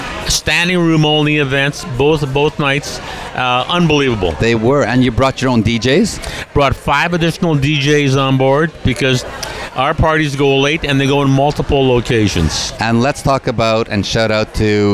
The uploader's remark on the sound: Broadcast on location from the Promenade Deck of the Royal Caribbean Cruise Ship. Out on the open seas.